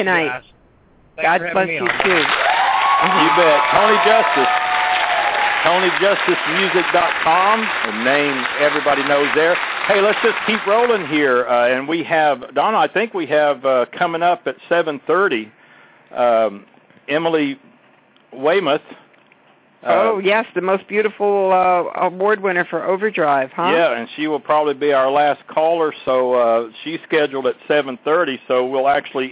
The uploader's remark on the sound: "LIVE" from the Great American Trucking Show. Whoever gets pulled into the show as they walk by! Takes you "inside" GATS 2014.